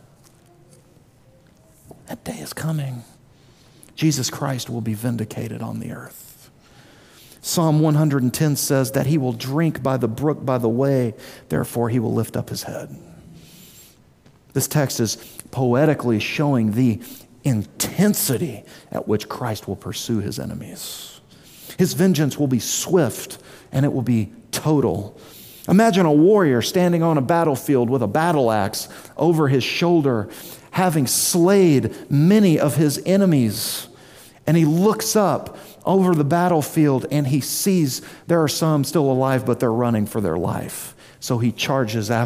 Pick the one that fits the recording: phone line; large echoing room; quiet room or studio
large echoing room